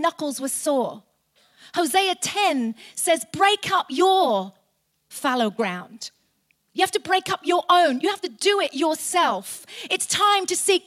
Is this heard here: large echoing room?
yes